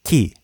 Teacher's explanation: the same character in Japanese is pronounced ki, with a hard K sound, just like English